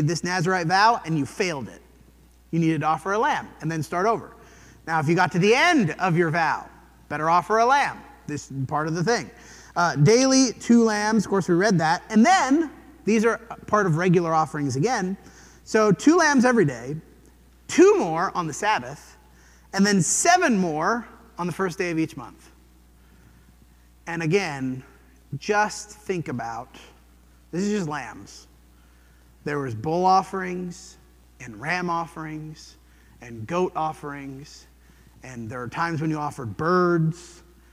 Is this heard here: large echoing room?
yes